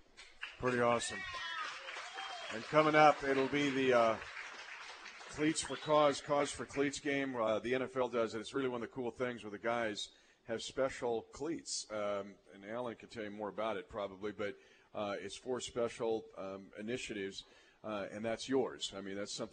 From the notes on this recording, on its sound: Broadcasts live from the Hy-Vee Market Grille in Raytown.